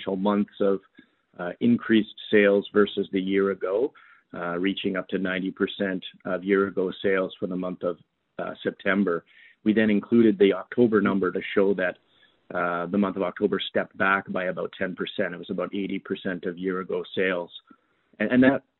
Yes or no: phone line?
yes